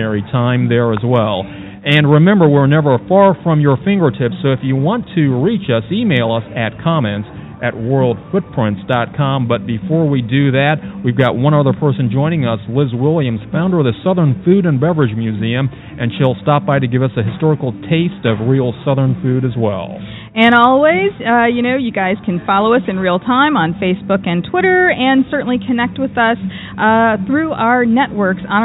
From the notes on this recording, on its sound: World Footprints returns to New Orleans for our signature broadcast from Jackson Square for French Quarter Festival!